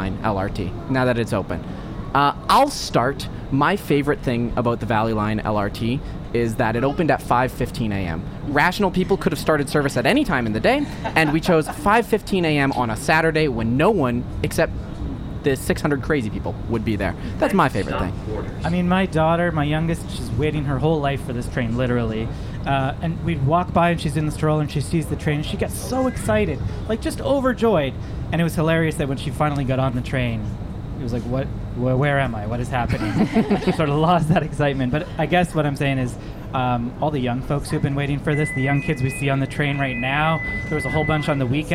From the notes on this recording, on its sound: Speaking Municipally ON A TRAIN. Recorded on the Valley Line Southeast LRT!